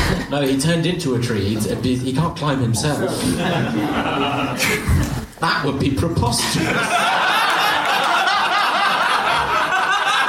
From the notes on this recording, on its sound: Audience suggestions for this episode